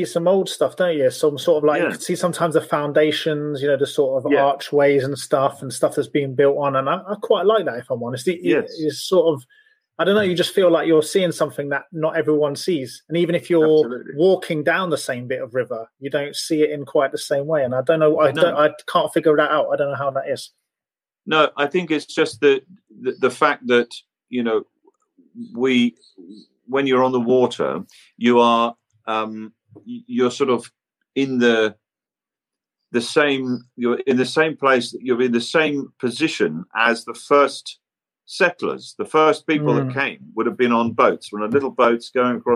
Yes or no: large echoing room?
no